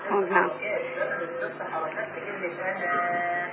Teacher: زمن الست حركات في كلمة أنا